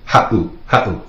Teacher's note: that little glottal stop, that pause